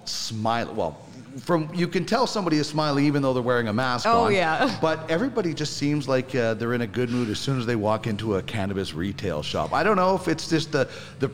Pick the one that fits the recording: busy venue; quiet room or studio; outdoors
busy venue